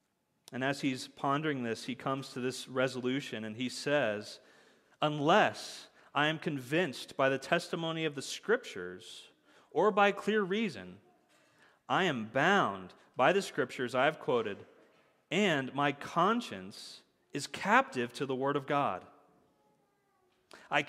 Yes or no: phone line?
no